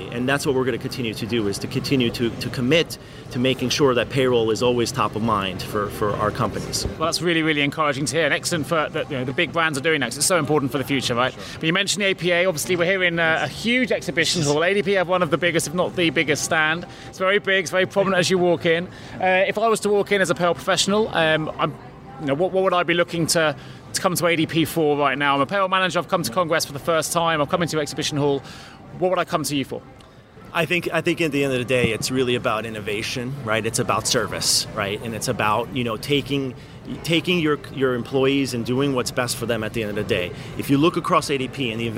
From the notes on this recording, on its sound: Live from APA Congress 2019. Recorded Live at American Payroll Association Congress 2019 in Long Beach, California.